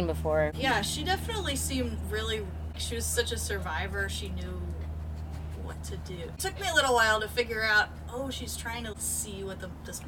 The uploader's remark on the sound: With plenty of ambient sound to set the scene.